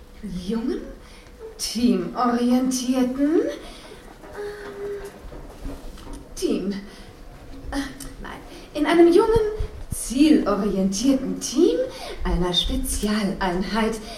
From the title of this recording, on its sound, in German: Live-Hörspiel bei der Hörspiel-Arena 2012 in Köln